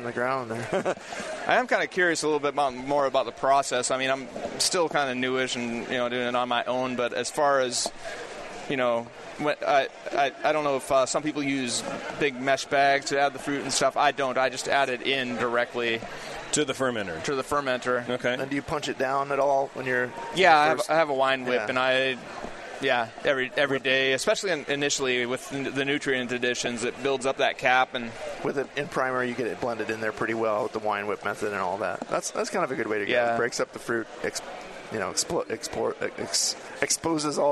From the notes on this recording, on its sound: Live from HomebrewCon 2017